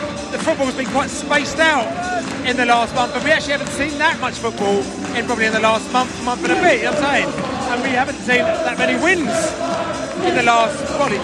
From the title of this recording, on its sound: post-match podcast from the stands